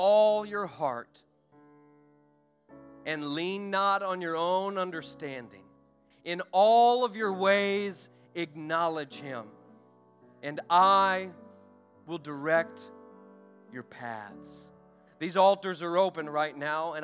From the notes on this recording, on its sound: During our Sunday morning gathering on April 23, 2023. We are an Apostolic, Pentecostal church located in Poplar Bluff, Missouri.